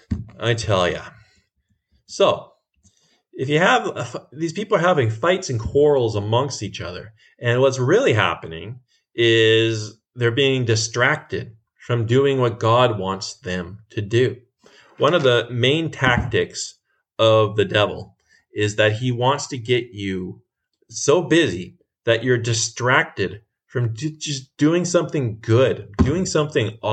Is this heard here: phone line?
no